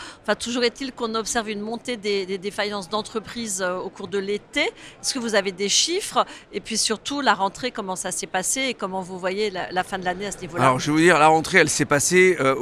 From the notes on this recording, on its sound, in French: Cet épisolde a été enregistré en live du Salon RENT.